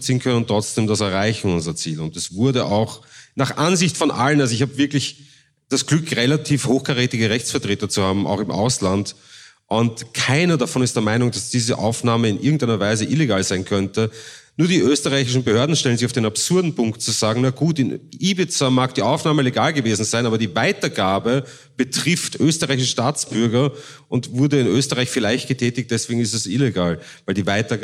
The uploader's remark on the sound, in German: Die Aufnahme dieses Interviews fand im Rahmen des Journalismusfests in Innsbruck